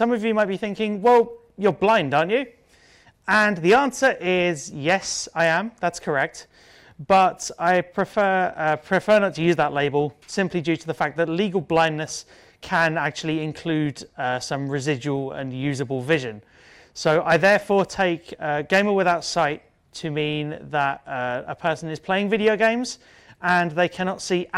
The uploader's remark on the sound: A talk at the 2018 Gaming Accessibility Conference